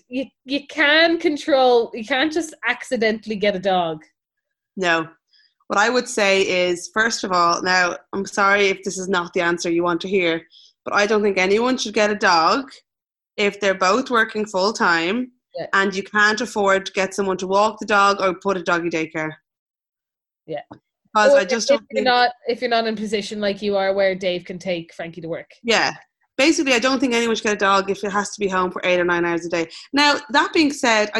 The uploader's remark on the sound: Recorded on Zoom